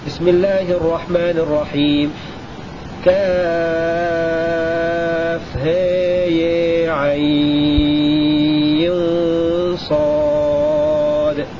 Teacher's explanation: أمال الهاء والياء معا شعبة والكسائي